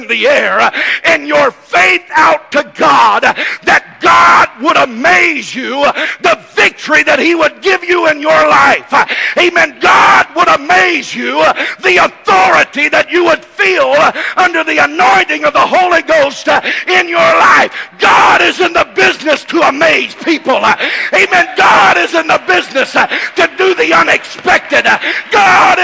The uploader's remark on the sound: This message is broadcast live from First Pentecostal Church in Silsbee Texas.